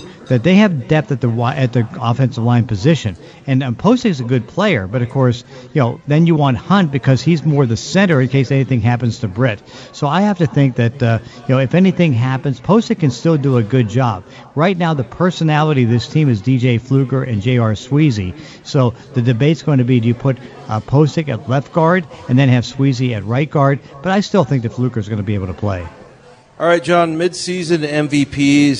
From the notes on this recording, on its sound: sit down live at Pearl Bar and Dining